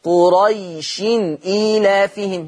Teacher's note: طب اوصل كده قريش إيلافهم، فين المد؟ خلاص ما فيش مد. · Term: حرف لين